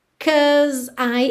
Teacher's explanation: 'Cause I, é claro que você junta 'cause I, porque o E do 'cause não é pronunciado, então você já junta o S no I